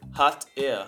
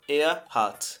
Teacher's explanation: Se escreve er, mas você pronuncia o R ao final como um A.